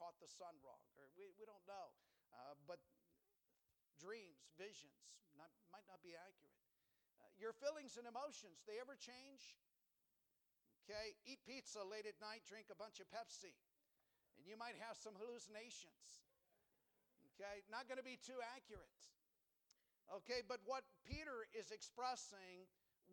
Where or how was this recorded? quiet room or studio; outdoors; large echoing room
large echoing room